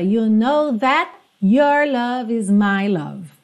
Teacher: Ela canta dando uma fechada mesmo no that, esse T, consoante oclusiva, encerrando a palavra.